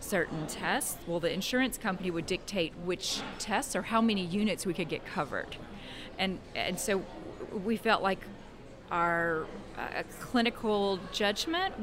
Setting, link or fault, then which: setting, busy venue